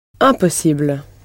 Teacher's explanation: with the ending pronounced ible in French, and the stress firmly placed on that ending